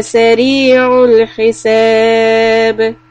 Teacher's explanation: stop with a قلقلة on letter B